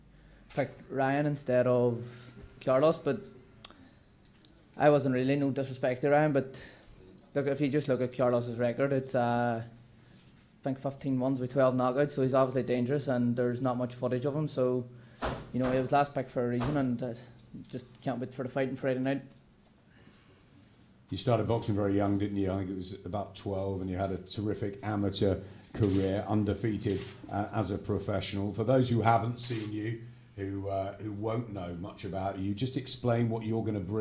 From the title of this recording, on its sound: LIVE PRESS CONFERENCE!